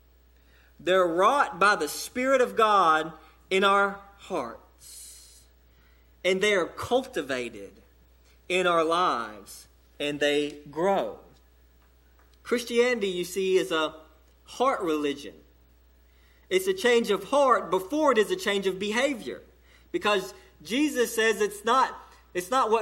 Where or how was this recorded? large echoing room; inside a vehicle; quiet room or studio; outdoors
large echoing room